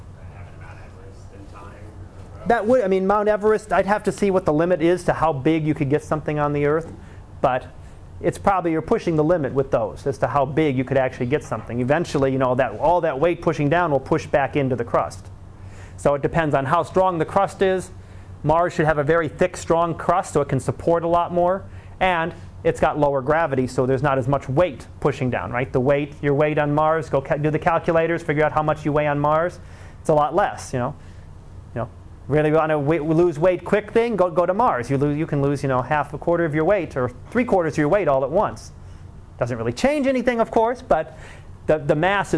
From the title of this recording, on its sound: Live Class Lecture